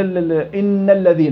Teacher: إن بنعطيها حركتين صح، لكن ليس حركتين مد، حركتين غنة. إذا المد فقط في أحرف المد، نعم، ولا يتوقف على سبب من همز أو سكون.